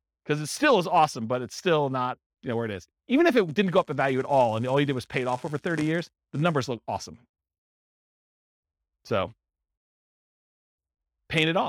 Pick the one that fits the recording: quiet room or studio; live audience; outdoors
live audience